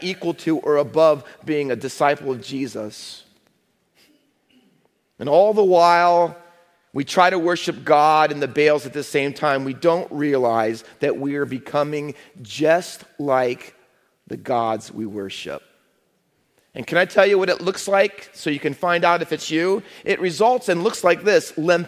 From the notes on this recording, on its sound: Faith Baptist Church in Hamilton, NJ.